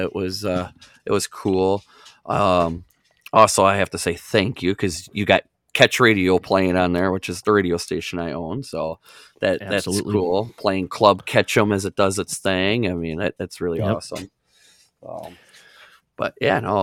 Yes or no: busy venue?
no